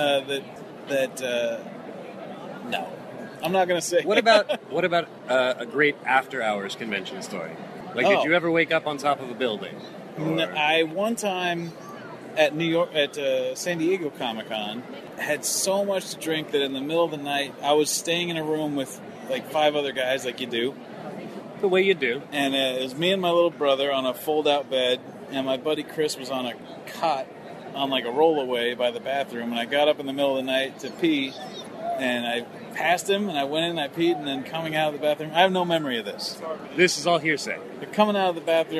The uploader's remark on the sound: Reports in from the Amazing Houston Comic Convention.